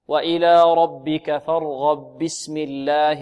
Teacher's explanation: في الباء من البسملة، لأن الإمام قالون يبسمل بين السورتين، يبسمل بين السورتين، فأدغمت الباء من كلمة فارغب في الباء من البسملة